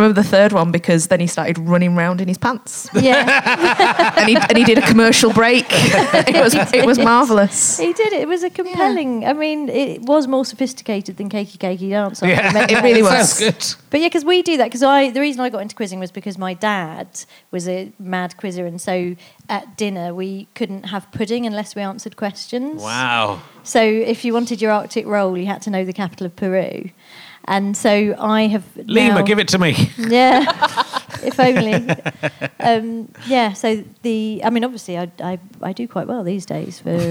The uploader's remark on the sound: Leicester Square Theatre Podcast